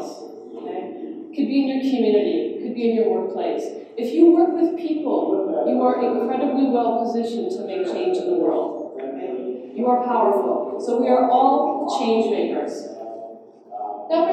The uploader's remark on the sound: Note: in this video, the first 3 min of audio are a little off; but it’s good after that.